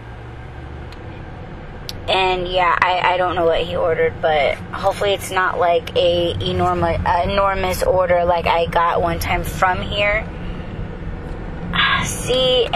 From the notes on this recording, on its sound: To one restaurant, I took you guys to go inside the restaurant with me; but the wind was showering her ass and slightly ruined the audio.